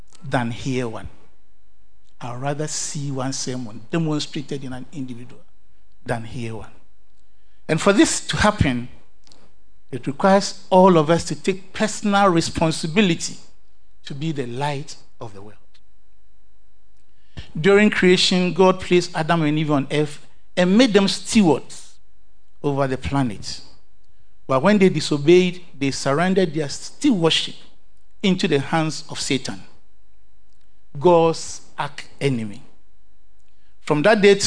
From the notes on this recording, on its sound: Sermon preached at CBC Shiashie Campus.